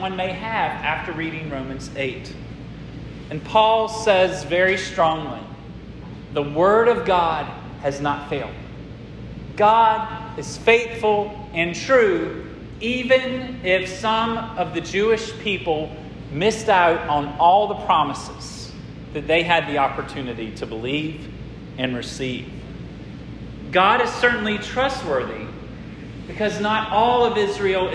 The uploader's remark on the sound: This sermon was preached at Hope Fellowship